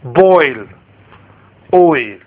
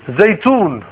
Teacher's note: from fatha slightly changing towards a kasra. Like in boil, oil, it changes. · Term: diphthong